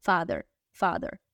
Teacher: La TH aquí suena como de, igual que la palabra mother. TH suena como de, Father and mother, ¿ok?